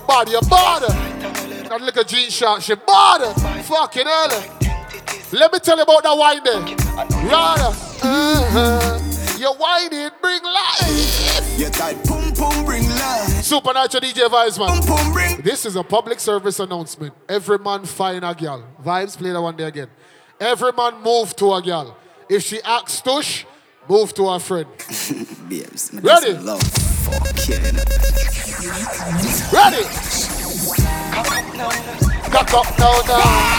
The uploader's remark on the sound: Live Set at 3WAY. Scala night club, London Uk.